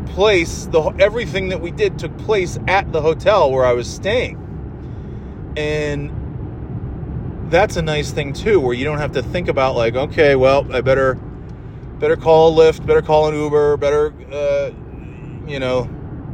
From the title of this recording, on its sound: Driving Home From NY (and NOT in snow)